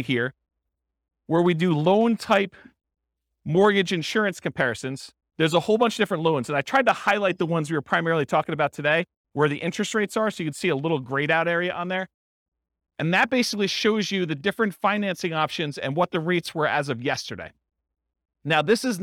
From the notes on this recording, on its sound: This was a live class recorded to give investors a solid overview of the buy and hold real estate investing strategy including short-term rentals. Live in-person version.